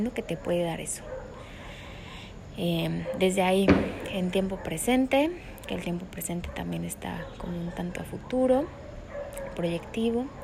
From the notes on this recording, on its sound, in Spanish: Va crudo, en directo, con todo y perros, sin cortes, GMO's ni grasas trans añadidas.